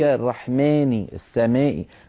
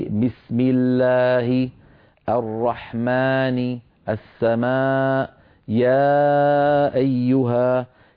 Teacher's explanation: اللهجة العامية تغلب عليك في نطق الألفات فيها شيء من الإمالة · Shown in: first take